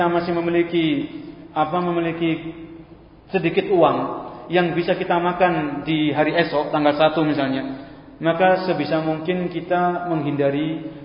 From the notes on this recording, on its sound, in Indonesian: Direkam pada: Senin, 31 Desember 2018 Masjid Ahmad Yani Surabaya